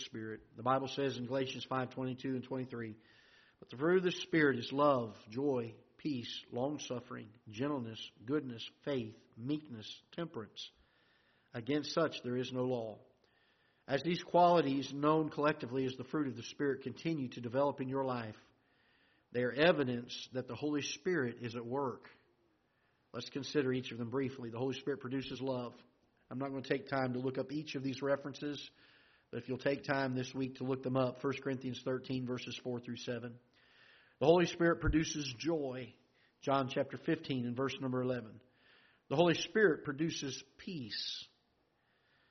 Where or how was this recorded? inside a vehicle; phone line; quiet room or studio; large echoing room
large echoing room